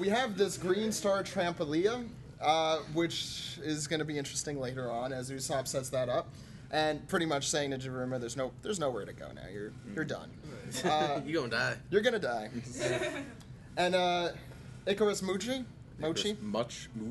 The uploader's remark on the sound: On this episode of The One Piece Podcast we have our live show from Anime USA. Live from Anime USA.